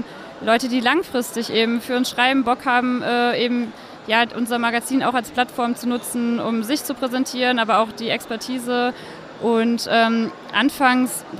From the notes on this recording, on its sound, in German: live und direkt auf der OMR 2022